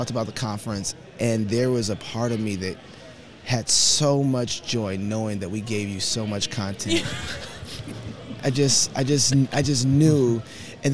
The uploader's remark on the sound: TCND Recording at the FLF Conference 2022. There's a lot of activity at the Fight, Laugh, Feast Conference!